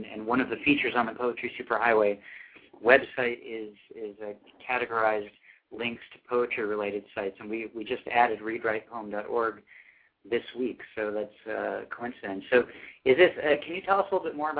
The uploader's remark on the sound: callers from Laguna Hills, CA, Lake Wells, FL, Valley Center, CA, Columbus, OH, Newark, NJ, and Elkins Park, PA